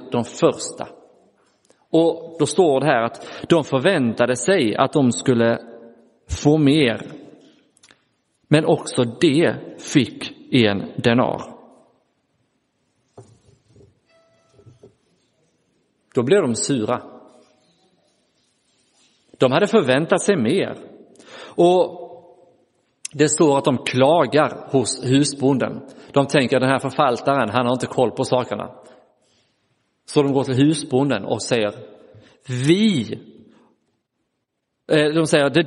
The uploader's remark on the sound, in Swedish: Inspelad i Roseniuskyrkan den 28 januari 2024